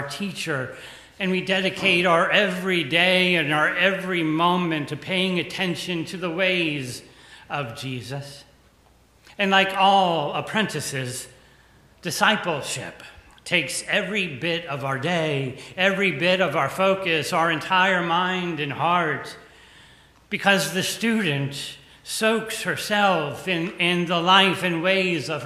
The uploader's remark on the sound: The conversation is followed by the prayers, music, and sermon from Sunday's livestream service. Recorded live each week at First Pres in beautiful historic downtown New Bern, North Carolina. First Presbyterian Church, New Bern, North Carolina.